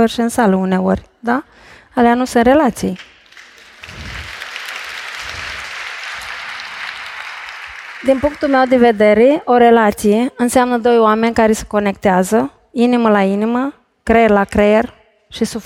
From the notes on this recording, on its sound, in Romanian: Fain & Simplu X Ateneu 121. Pe scena celei mai prestigioase instituții de cultură din România – Ateneul Român.